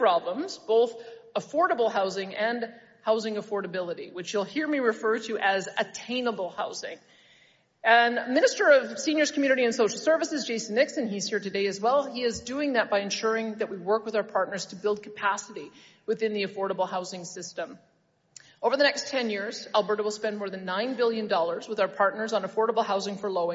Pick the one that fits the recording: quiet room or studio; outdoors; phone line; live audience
live audience